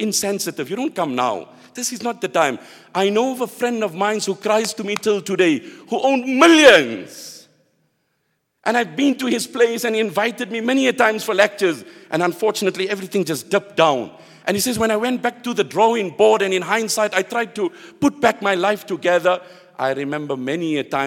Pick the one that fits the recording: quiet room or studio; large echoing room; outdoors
large echoing room